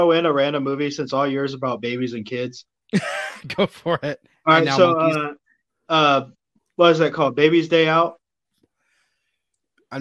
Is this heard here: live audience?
no